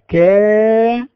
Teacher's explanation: لذلك نقول كا عند حرف الكاف نحس بالاستفال ان اللسان منخفض تحت في اسفل الفم